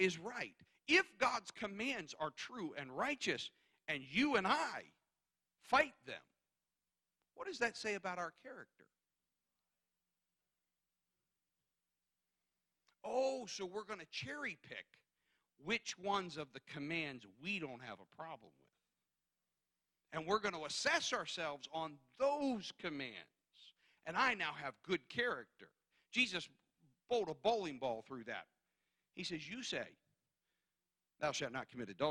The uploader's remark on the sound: guest preaching at Calvary Tabernacle in Wrightstown, NJ